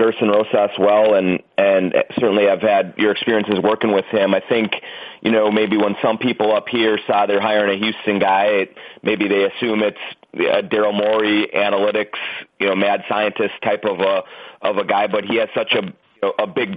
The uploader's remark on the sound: NBA Draft Combine Conference Call